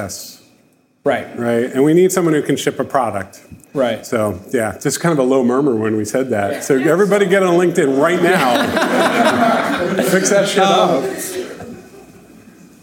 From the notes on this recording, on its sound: record a live podcast episode at our Ship It!